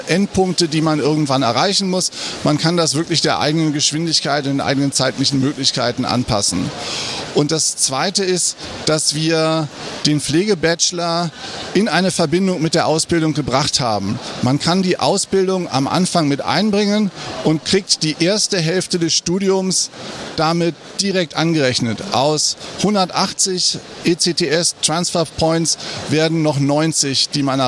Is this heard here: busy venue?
yes